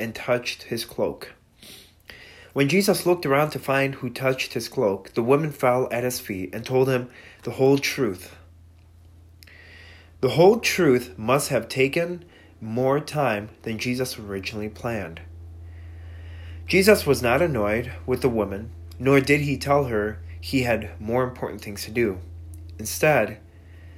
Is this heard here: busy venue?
no